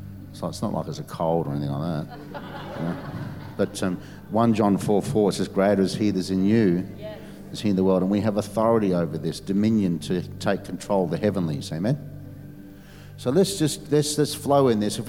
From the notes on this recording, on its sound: during the Saturday afternoon session of the Dreams and Visions conference